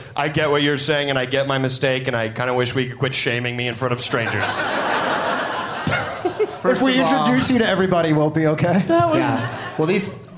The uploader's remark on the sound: Live from Boston's Brighton Music Hall